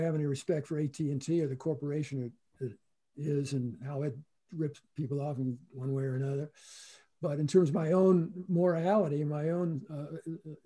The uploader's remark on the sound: In this mid-pandemic throwback. Gathered via Zoom.